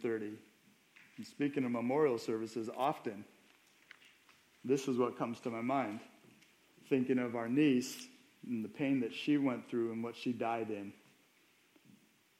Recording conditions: large echoing room